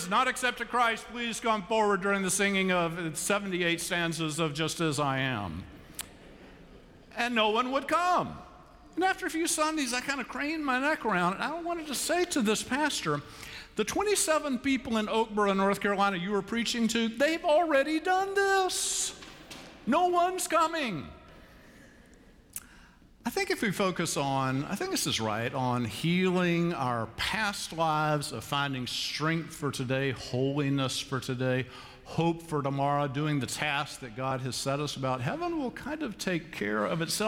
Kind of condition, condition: setting, large echoing room